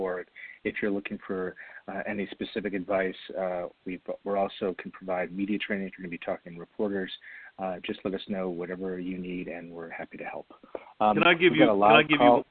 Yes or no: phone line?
yes